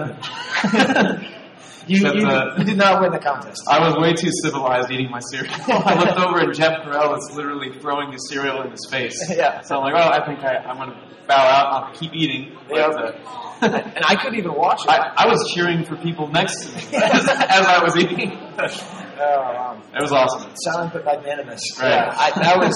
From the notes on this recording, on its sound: The sound quality is a bit rough, and most of the room sale audio was lost.